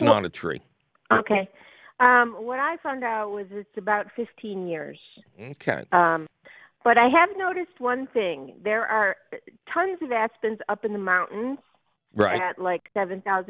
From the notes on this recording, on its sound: your fabulous phone calls!